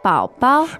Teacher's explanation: The tones there are third and neutral.